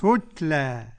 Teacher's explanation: تتلى، نقول تت غلط. تتلى، الهمس واضح فيها، ألف مقلب عن ياء بعد فتحة تتلى. قرأها ورش بالفتح والتقليل.